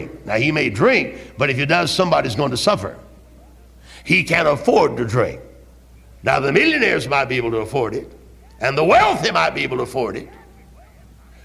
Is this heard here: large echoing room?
yes